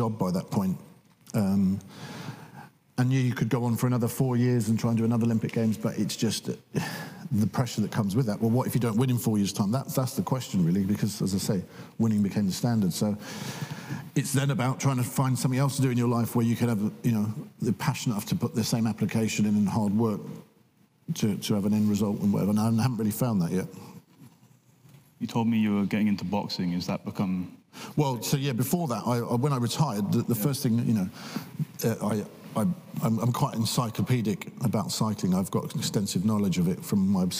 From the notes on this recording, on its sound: Cambridge Union. Recorded in the Chamber on 17th March 2023 at 7pm.